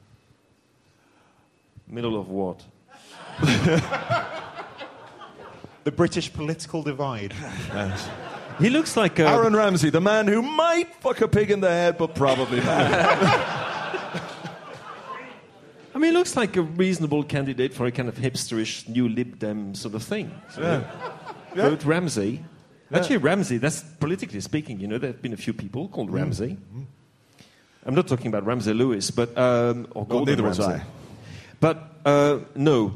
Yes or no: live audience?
yes